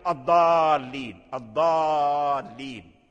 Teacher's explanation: لأن أدغمنا اللام في الضاد